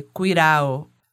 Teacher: O D intervocálico, ele também pode ser pronunciado como um TEP, um R-TEP. É aquele R que a língua dá só uma batidinha rápida aqui no céu da boca, sabe?